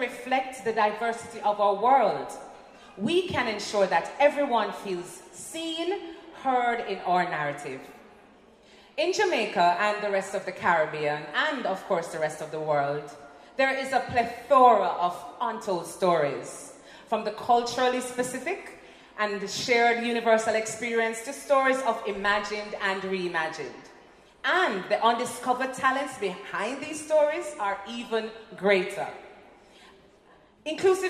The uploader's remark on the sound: This podcast section was recorded live at WIFT International's Future of Storytelling event.